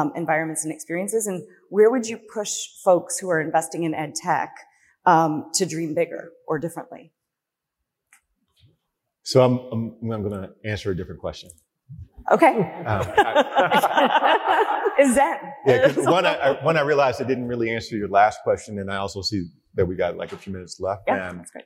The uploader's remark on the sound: A plenary discussion. During the Grantmakers for Education Annual Conference.